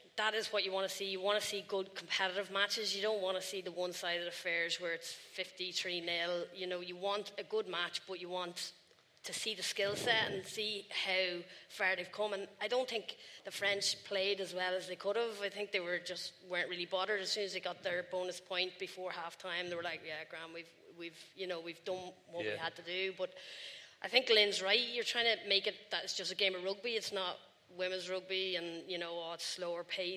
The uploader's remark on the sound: LIVE in Belfast. Live(!) at The Belfast Empire.